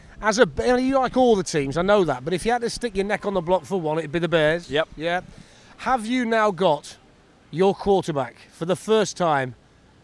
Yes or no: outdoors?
yes